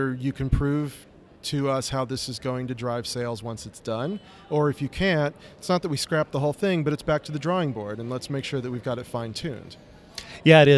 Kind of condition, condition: setting, busy venue